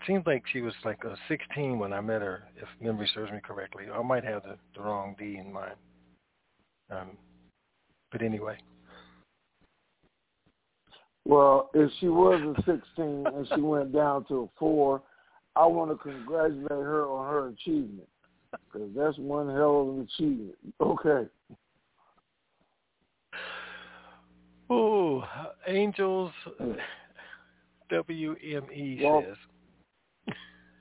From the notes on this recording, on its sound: TNTSuperfantastic Conference Call